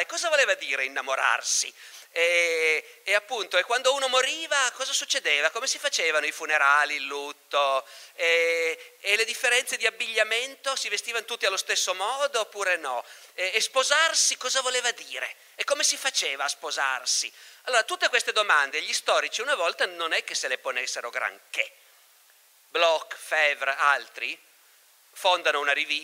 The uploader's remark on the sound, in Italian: Festival Logos 2019, estratto